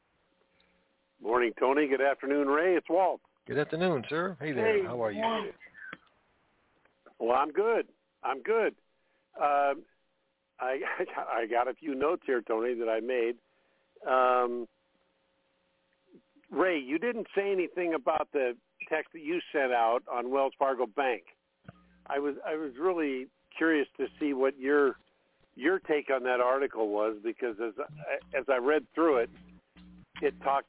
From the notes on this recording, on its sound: TNTSuperfantastic Conference Call